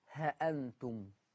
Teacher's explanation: أولا الألف اللي بين الهاء وبين الهمزة، الألف الخنجرية دي، ورش عن نافع يقرأ هذه اللفظة بحذف الألف